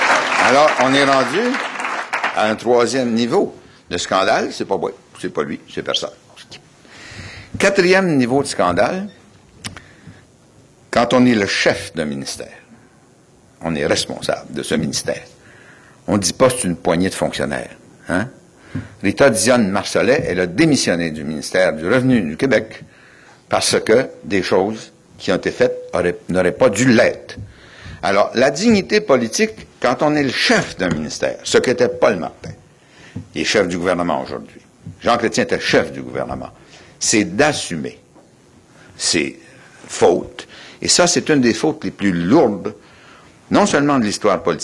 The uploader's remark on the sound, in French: Il a prononcé cette conférence devant plus de 400 personnes. Organisateur : Collège de Maisonneuve.